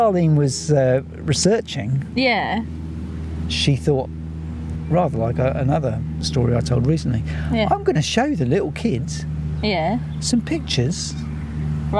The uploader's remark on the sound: a hot summer's ramble near Piddington with sheeps